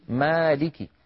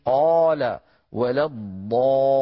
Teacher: الألف مرقق إن سبق بمرقق في نحو مالك، وتفخم إن سبقت بمفخم في نحو قال ولا الضالين. إذن الألف من حيث التفخيم والترقيق تبع للحرف الذي قبلها.